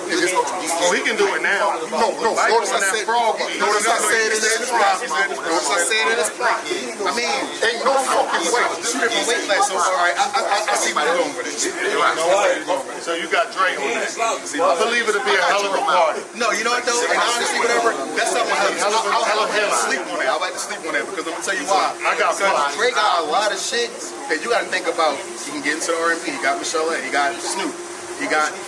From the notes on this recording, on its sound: On Location At The Wissahickon Bar And Bistro 5109 Rochelle Ave. Philadelphia, PA 19128.